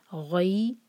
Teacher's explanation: غین heavy letter ہے، منہ بھر کر پڑھیں گے غی، اور یا سکون غین پر فتحہ، جب فتحہ اور سکون یا اکٹھے آئیں تو یہ ہے مدلین، مدلین سے سافٹنس آتی ہے.